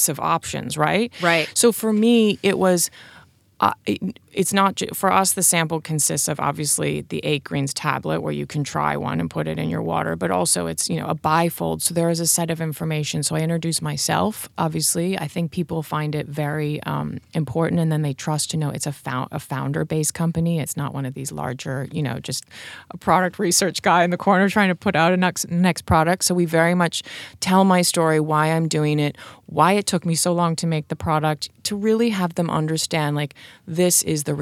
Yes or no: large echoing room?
no